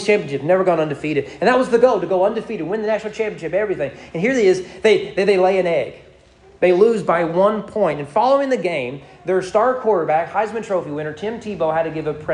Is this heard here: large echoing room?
yes